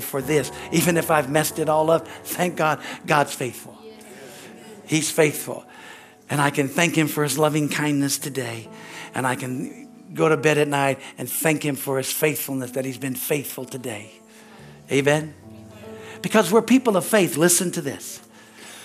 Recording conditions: large echoing room